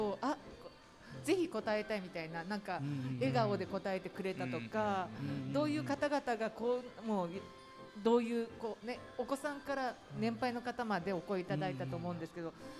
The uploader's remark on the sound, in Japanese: 公開収録パート②。ガーデンズ千早1stアニバーサリーで、九州産業大学地域共創学部の学生によるワークショップを開催しました。ちはや公園でどんなことがやってみたいかを来場者の方へ緊張しながら開催しました。また、学生によるMCで公開収録した模様をお届けします。